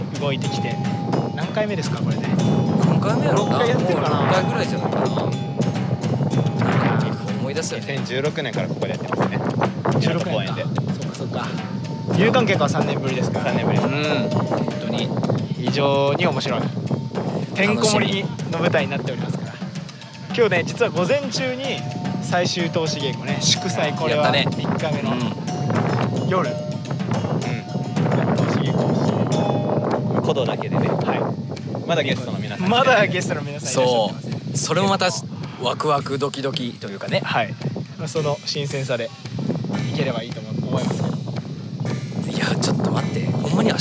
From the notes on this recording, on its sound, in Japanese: 海風による雑音が入っております、ご容赦ください